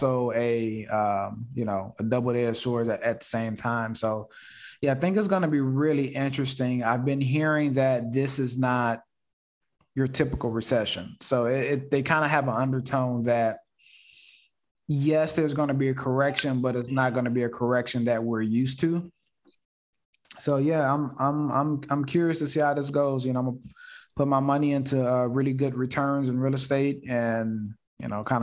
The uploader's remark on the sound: Investors Gallery is a live call open to the public. Through this live zoom conference anyone can asks questions.